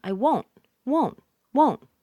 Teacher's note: the N and the T on won't gets a nice sharp sound. · Term: Nice sharp NT sound